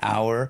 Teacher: for honor, where you don't pronounce the H · Term: H is silent